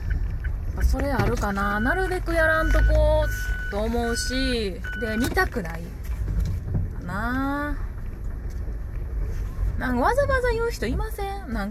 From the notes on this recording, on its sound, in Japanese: 車の中から配信